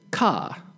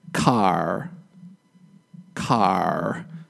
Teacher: So the R is very strong at the end of words in American English, but in British English, it isn't very strong. · Shown in: second take · Term: strong R sound